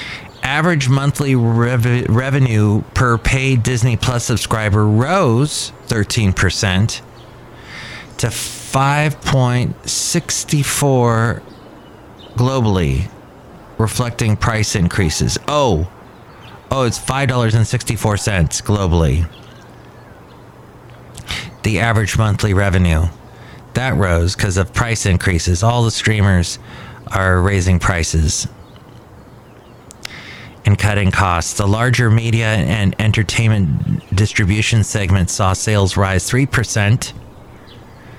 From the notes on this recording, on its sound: podcasts live from Café Anyway